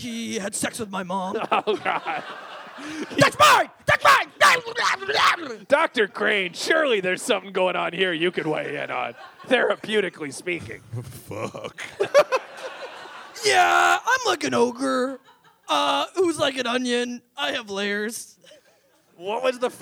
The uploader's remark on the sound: Live at Toronto Sketchfest